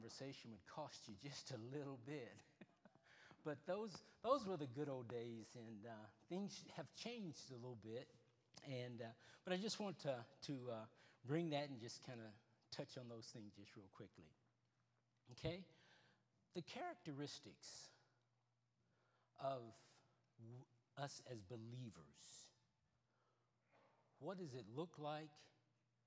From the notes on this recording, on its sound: Wednesday Evening Service. Trinity Baptist ChurchFindlay, Ohio.